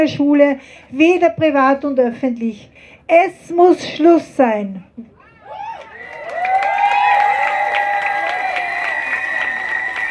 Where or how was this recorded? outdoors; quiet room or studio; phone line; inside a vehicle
outdoors